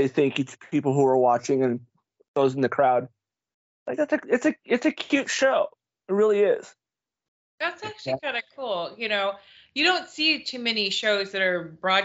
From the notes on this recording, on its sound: skype call turned into podcast episode